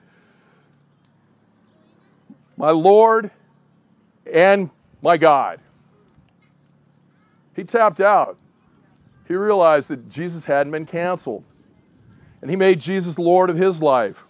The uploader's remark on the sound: Outdoor Easter Service. This is the first time in a long time that a large part of the South Bay Church will be able to get together IN PERSON!